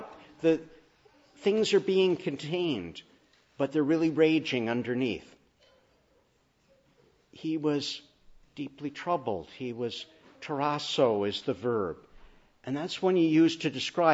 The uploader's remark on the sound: Morning Service. Preached in the Annunciation of the Blessed Virgin Mary on Passion Sunday (Lent 5).